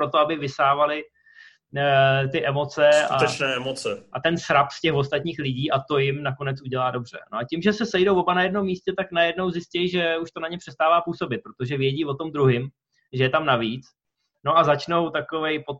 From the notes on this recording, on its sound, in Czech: Díky aplikaci Zoom se vracíme se speciály, ještě v trochu kompromisní audiovizuální formě.